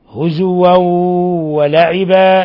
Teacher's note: تنوين فتح جاء بعده الواو الحكم التجويد إضغام بغنة